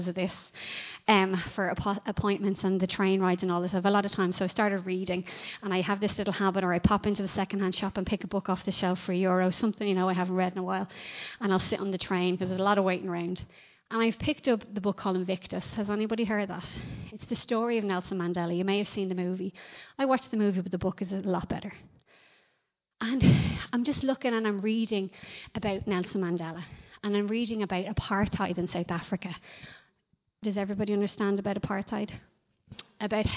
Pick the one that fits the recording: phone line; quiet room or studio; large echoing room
large echoing room